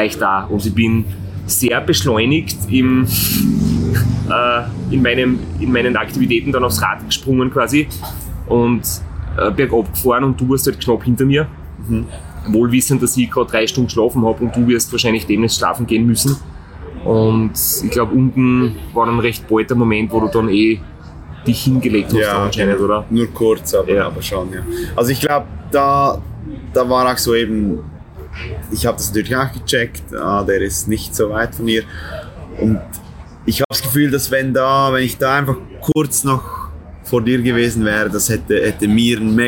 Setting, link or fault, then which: setting, busy venue